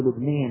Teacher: أهل لبنان يميلون إمالة كبرى